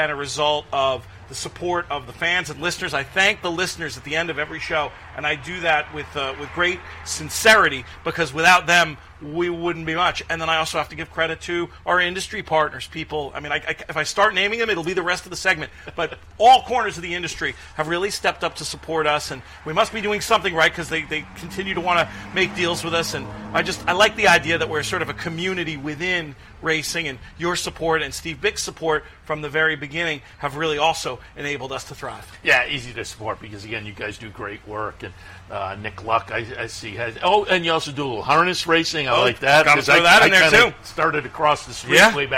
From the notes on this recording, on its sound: live from Saratoga Race Course